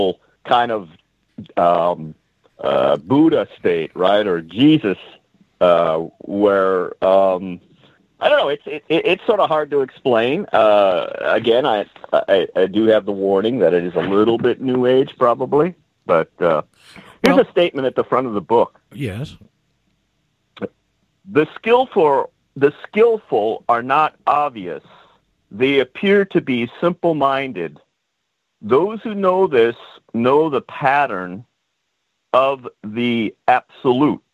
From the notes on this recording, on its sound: Trying to find out how Skype is now working was one of my objectives for today's show. Did it, did not correct the problems MicroSucks created in the previous 'updates'. Called.